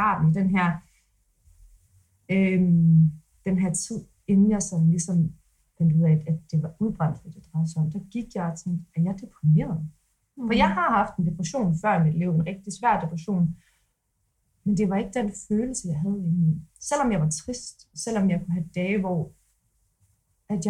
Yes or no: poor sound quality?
yes